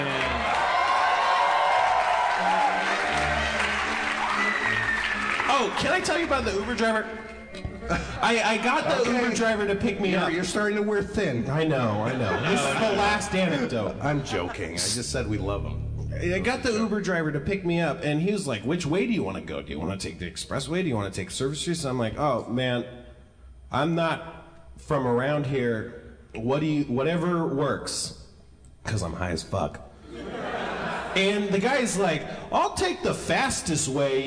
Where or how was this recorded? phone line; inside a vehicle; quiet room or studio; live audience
live audience